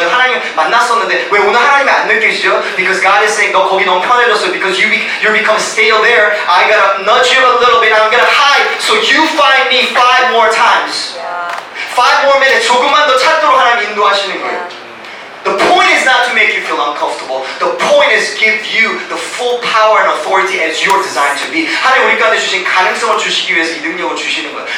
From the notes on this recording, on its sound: (POOR AUDIO QUALITY). We apologize for the poor audio quality due to technical difficulties.